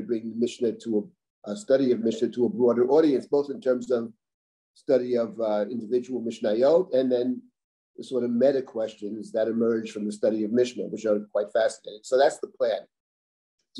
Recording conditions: video call